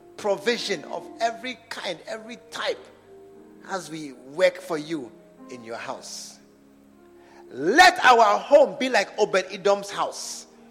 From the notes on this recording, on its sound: Preached at the SAT Service at True Vine Cathedral, Bantama